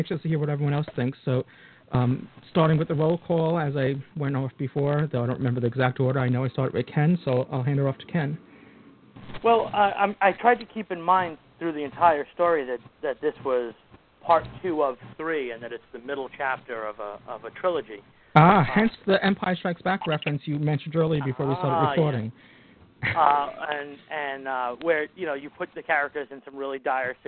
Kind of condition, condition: link, phone line